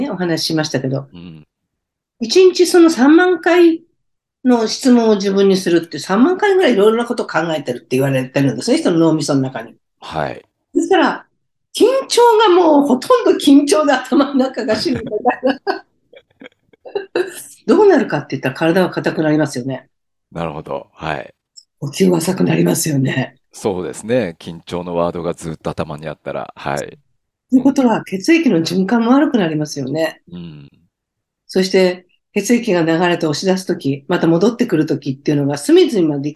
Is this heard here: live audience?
no